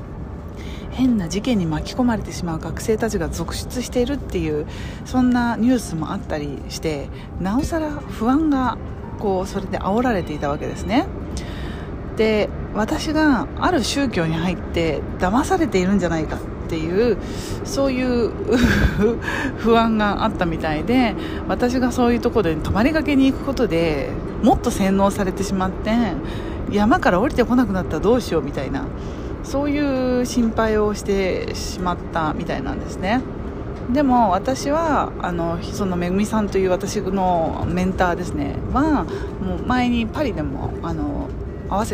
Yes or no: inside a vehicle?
yes